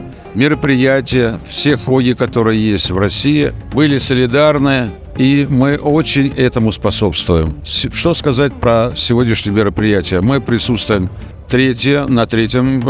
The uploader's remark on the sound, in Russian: Интервью с фестиваля H.O.G. Winter Challendge «Ural Ice 2023». В Екатеринбурге прошел уникальный, единственный в Мире (и уже третий по счету) Harley Davidson и Harley Owners Group зимний мотофестиваль H.O.G. Записано в полевых условиях в городе Екатеринбург.